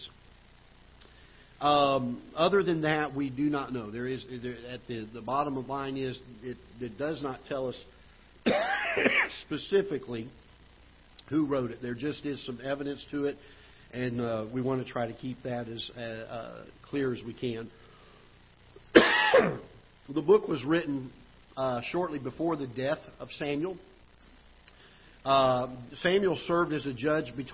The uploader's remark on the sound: Ketha Heights Baptist Church ~ Live Broadcast